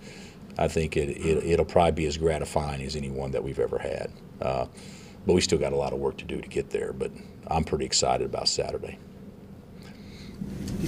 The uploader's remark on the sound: Press Conferences & Post-Game Interviews